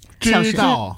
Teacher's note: 这个知道的知字也是注意一下，要读翘舌音的啊